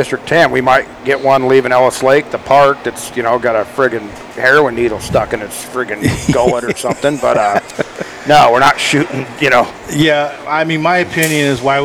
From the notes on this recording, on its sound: on location at Farmers Brewing Company in Princeton, CA